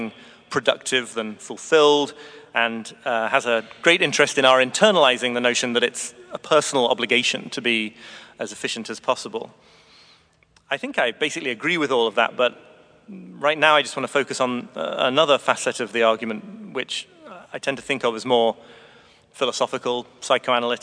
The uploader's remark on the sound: Friday afternoon talk at our 2017 Conference in NYC. At St George's Episcopal Church.